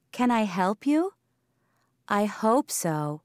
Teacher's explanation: the H is not dropped because it is in a stressed word · Term: unreduced H